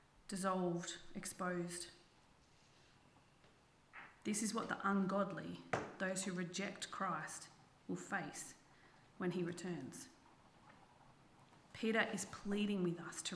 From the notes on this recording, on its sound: This sermon was preached on the 26/09/23 at Helensburgh and Stanwell Park Anglican Church.